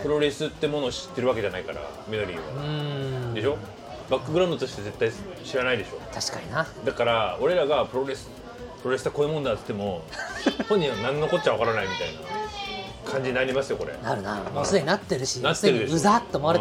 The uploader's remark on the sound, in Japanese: 今回もイカセンターからロケ収録。